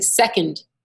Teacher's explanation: So, like if you're saying second, the accent is on the sec, not on the und